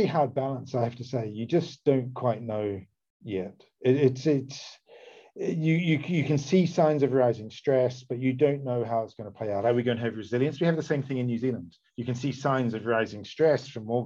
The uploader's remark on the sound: In this week’s live hoon webinar for paid subscribers, which is in recorded form above